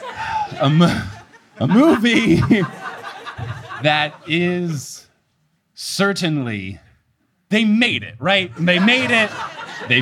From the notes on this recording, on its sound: LIVE in Austin! Live in Austin, TX.